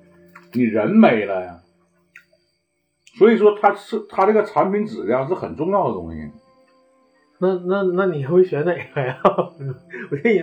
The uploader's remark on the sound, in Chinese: 本期为2022春节前由手机临时录制，请谅解